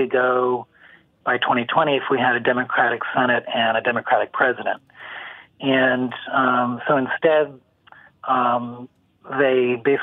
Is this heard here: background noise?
no